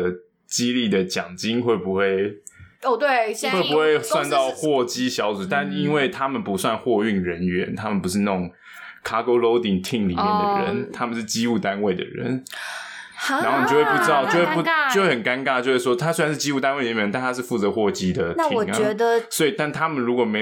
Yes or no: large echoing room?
no